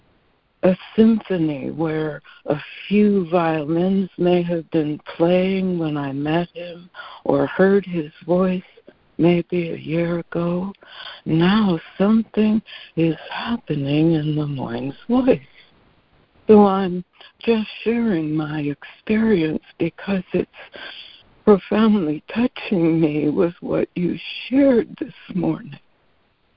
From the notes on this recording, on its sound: ACIM Daily Conference Call.